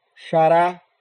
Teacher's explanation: você vai perceber que é oxítona, é a última sílaba mais forte